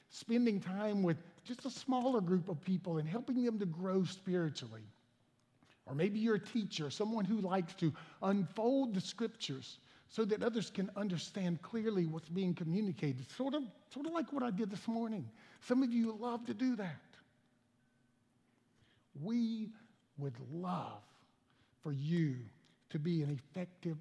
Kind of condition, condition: setting, large echoing room